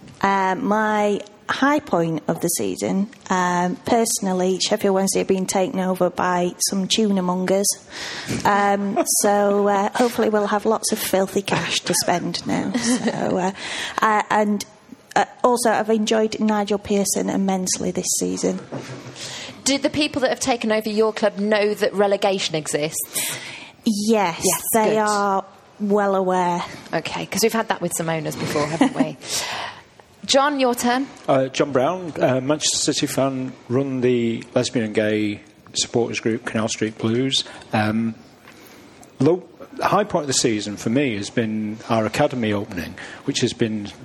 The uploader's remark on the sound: Recorded at the Hope and Anchor in Covent Garden on 2nd June. As well as an audience of fans.